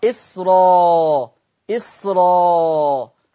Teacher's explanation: الراء تفخم كحفص والبدل يقصر بمقدار حركتين كحفص عن عاصم · بس هنا بقى هذا اللفظ يستثنى مطلقا، هذا اللفظ أعجمي فيمتنع ترقيق الراء مطلقا عند ورش، فتقرأ إسراء إسراء.